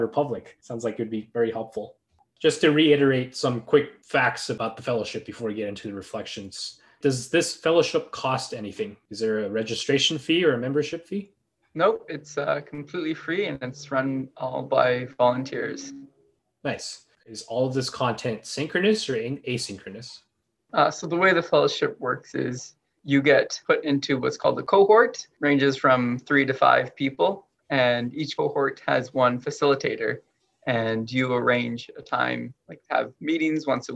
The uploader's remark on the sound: Several EWB UW chapter presidents join. A (virtual) fireside chat.